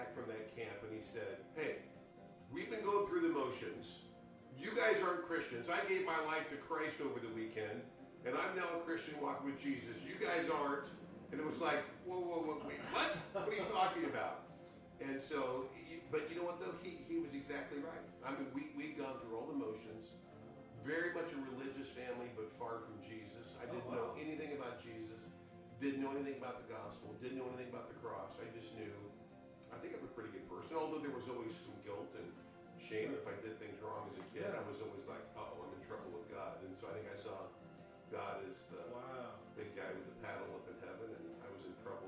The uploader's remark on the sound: We experienced some technical difficulties on this episode, we did our best to fix them and make the episode great. We have fixed the problem and purchased new equipment.